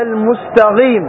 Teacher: فبعض الناس مثلا أصحاب أبيان أصحاب أبيان يغيرون القاف إلى الغين